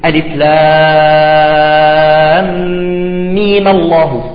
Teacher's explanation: نمد الياء في ميم حركتين فقط